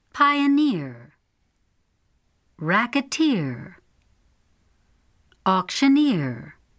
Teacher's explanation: The suffixes of the following examples have primary stress.